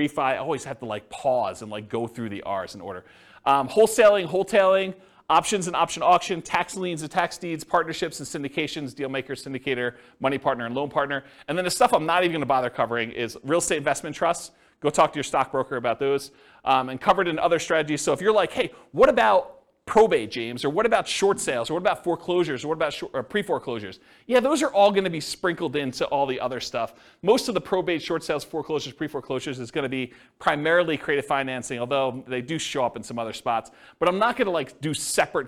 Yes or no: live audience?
yes